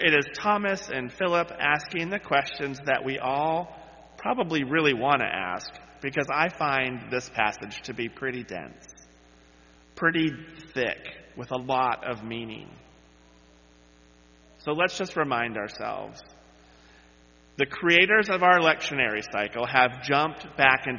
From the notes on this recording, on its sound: led worship on Sunday, May 7, 2023, where he delivered this sermon